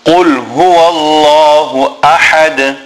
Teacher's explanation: And then in the word ahad, the ha is a big ha which must be pronounced from the center of the throat. And then we will have qalqala at the end because we have the ha joining to the dal